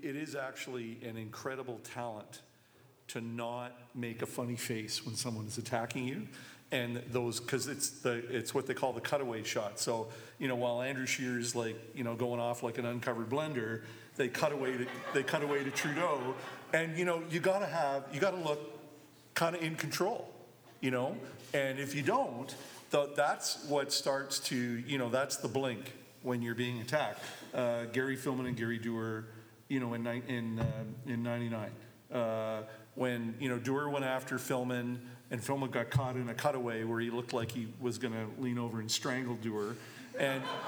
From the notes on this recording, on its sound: Live at the WAG. The Winnipeg Free Press put on a live event for subscribers at the Winnipeg Art Gallery. The group also takes audience questions.